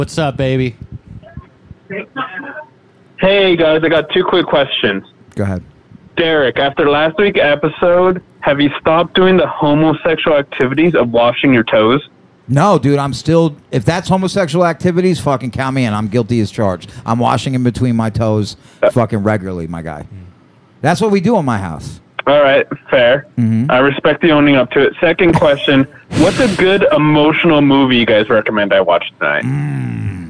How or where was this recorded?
phone line